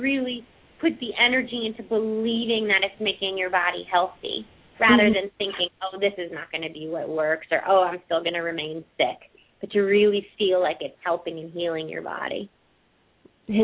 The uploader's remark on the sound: open up the lines for listeners to call